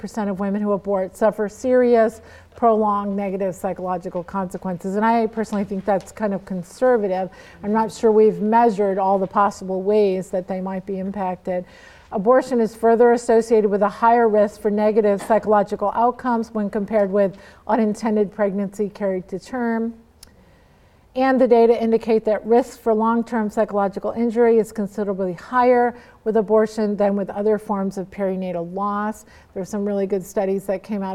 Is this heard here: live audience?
yes